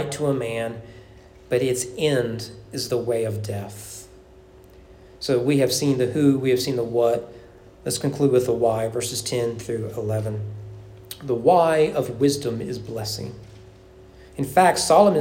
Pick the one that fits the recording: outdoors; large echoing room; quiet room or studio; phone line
large echoing room